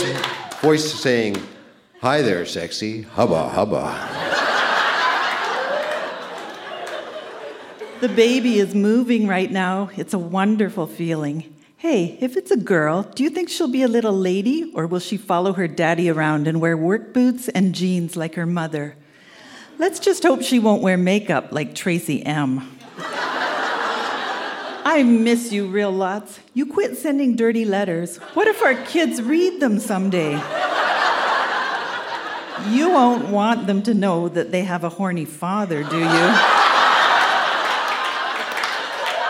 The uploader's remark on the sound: Recorded live at the Victoria Event Centre in Victoria, BC.